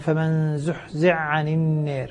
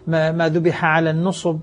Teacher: في هذا الإدغام الحائي في العين · Shown in: first take